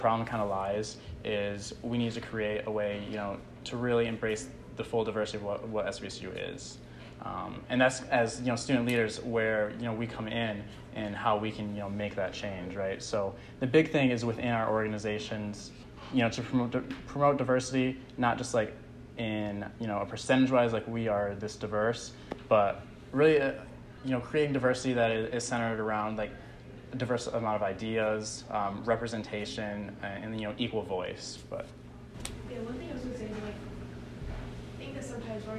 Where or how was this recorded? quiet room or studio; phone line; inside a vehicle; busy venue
busy venue